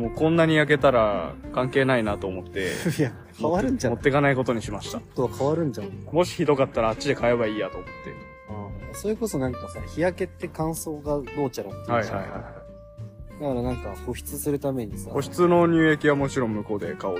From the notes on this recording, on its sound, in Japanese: 屋外の収録なので、雑音が多いです